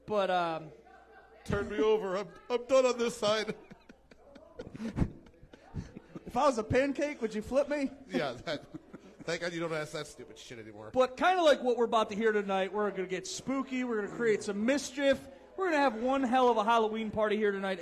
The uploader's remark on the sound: Halloween Party LIVE from Garage Bar!